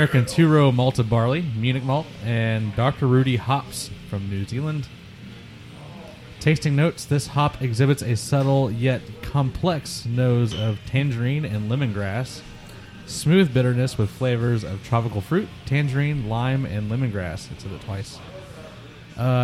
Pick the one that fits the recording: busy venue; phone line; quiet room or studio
busy venue